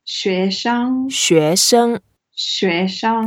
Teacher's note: 学 is the second tone and 生 is the first tone